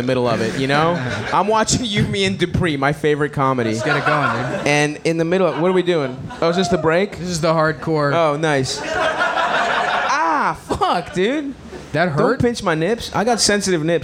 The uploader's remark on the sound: Cum Town Live at Skankfest (Live Show)